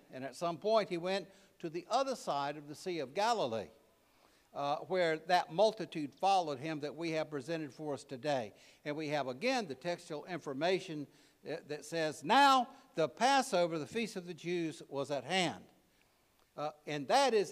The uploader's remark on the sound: preached at All Saints Anglican Church in Charlottesville, VA on November 26, 2023